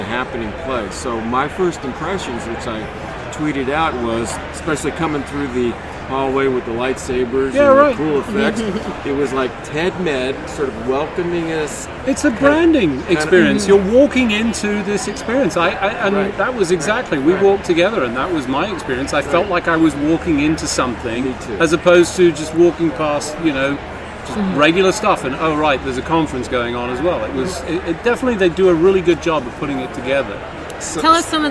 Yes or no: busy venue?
yes